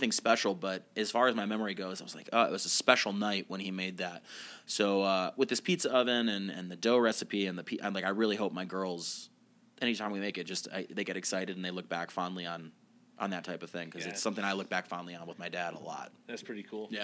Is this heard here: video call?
no